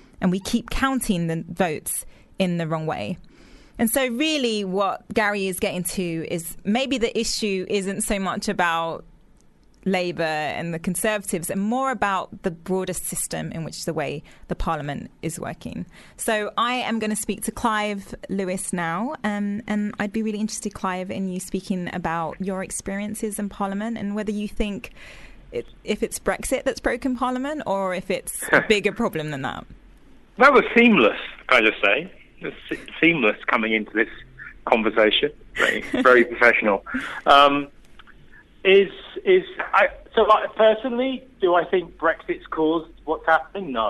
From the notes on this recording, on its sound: was also on the phone